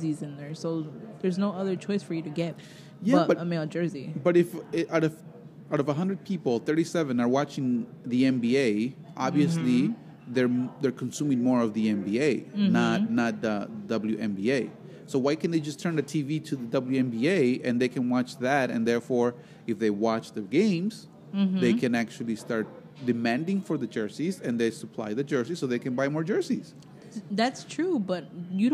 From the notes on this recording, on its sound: live from Ignotz Ristorante in Little Italy, Chicago